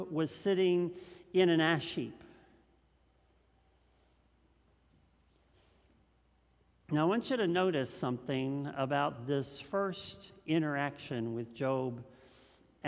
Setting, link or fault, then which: setting, large echoing room